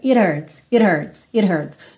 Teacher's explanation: esse H some um pouco e ela faz rararã nesse T. Isso é um pouco comum porque o H não é exatamente um som muito forte.